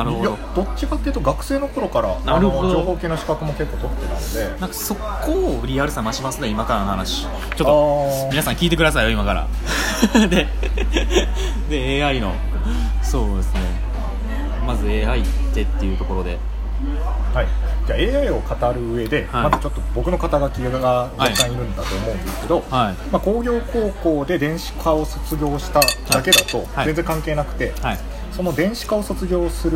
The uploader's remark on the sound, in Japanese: 雑音込みでお楽しみください。